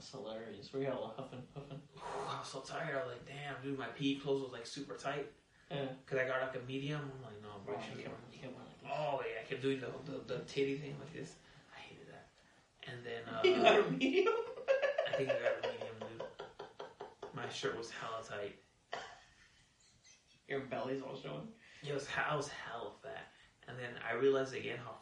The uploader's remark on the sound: Sorry for the shitty audio the mixer wasn’t on LOL. Yeah the audio sucks sorry.